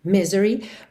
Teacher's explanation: Normalmente a sílaba tônica é mesmo a primeira